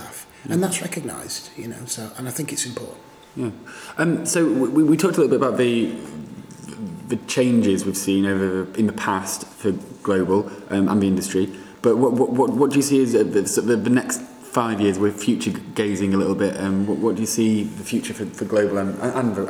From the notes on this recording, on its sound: at the Global Travel Group conference in Orlando earlier this month